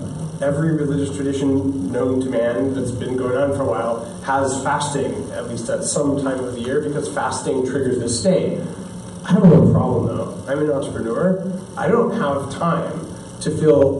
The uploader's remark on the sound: This special episode of Bulletproof Radio is a recording of a speech. At the World Entrepreneur Forum in Bear Mountain, Canada. To a group of over 100 of the world's hungriest entrepreneurs.